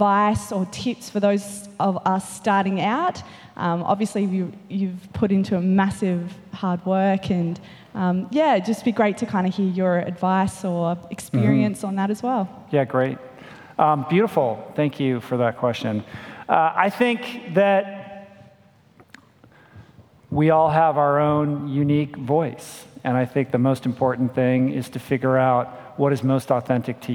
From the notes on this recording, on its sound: a fun, dynamic Q&A session from our Plantpower Australia event in Melbourne, Australia, recorded March 2017